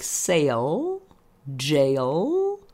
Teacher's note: The idea is to make that L strong and long at the end of the word by lifting the tongue. And if your tongue won't lift when you do that, you want to open your mouth and see what's happening.